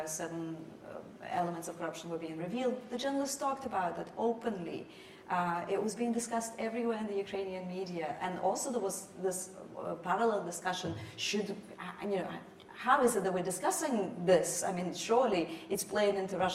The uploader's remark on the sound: In this public lecture. Her lecture is followed by a discussion.